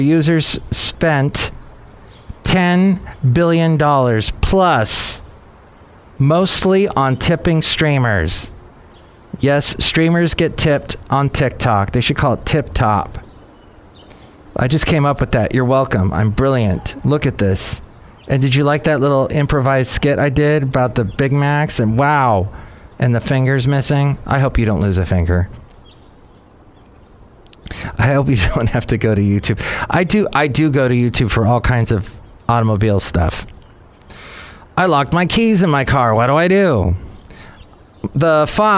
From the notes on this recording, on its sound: Podcasts live from Café Anyway.